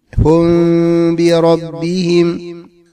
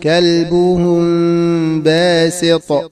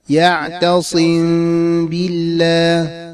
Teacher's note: أي أخفي الميم إذا جاءت ساكنة وبعدها حرف الباء في مثل هم بربهم، وكذلك كلبهم باسط، وكذلك يعتصم بالله.